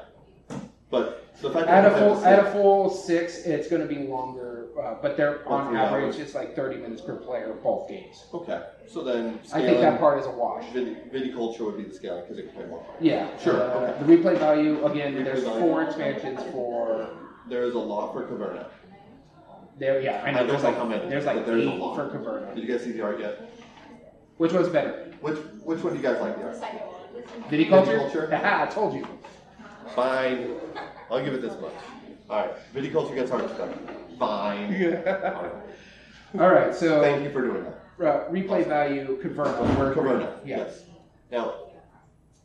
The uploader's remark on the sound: Live at YumaCon. Live recordings.